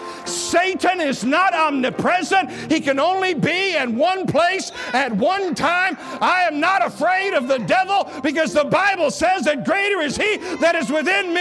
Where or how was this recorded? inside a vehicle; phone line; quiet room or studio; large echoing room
large echoing room